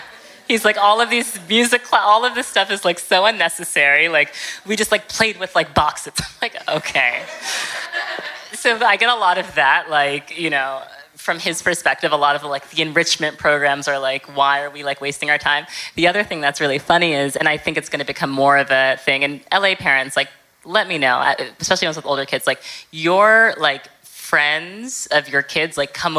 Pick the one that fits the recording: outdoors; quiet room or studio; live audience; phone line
live audience